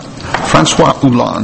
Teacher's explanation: spelled with an H, but the H is silent